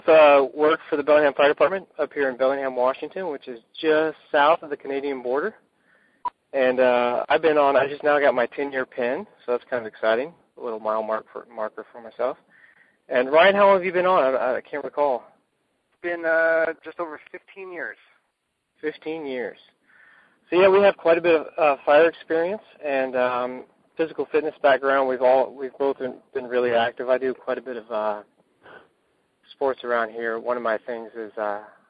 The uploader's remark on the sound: I had the opportunity to get on the phone with the creators of the new TACFIT Firefighter Program.